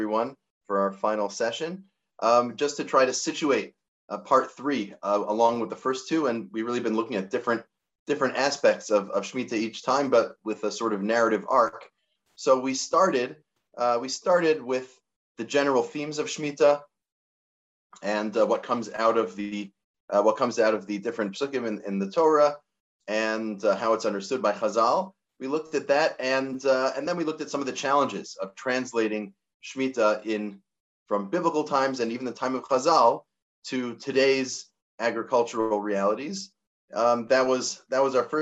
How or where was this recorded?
video call